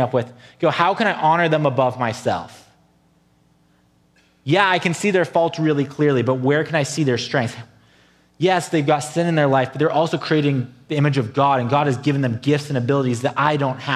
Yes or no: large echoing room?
yes